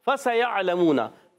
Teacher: या अलमूना में सीन सीटी के साथ अदा होगा, या को आइन से मिला या अलमूना, आइन हलक के दरमियान वाले हिस्से से, लाम पर ज़बर है हरकत है नहीं खींचेंगे, मीम वाउ पेश मुँह वाउ मुद्दा है एक हल खींचना है, नून पर ज़बर हरकत को नहीं खींचेंगे।